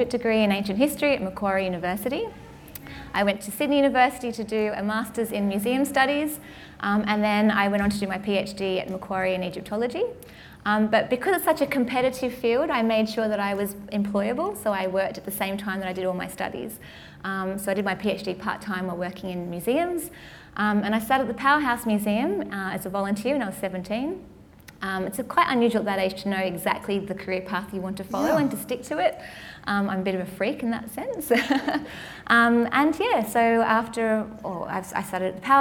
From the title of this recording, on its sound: Live at the AM